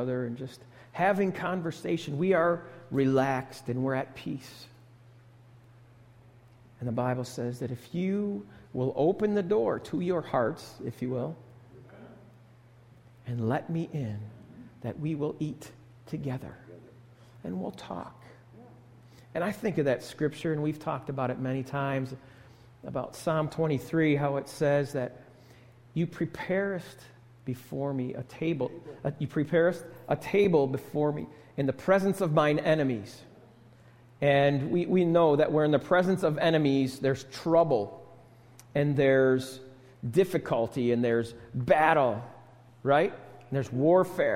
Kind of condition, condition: setting, large echoing room